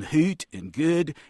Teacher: I believe that in many parts of California now, the back vowels in words like hoot and good and so forth are moving front · Term: fronting